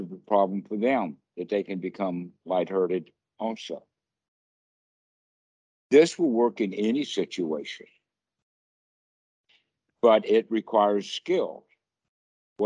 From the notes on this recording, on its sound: skype calls on this channel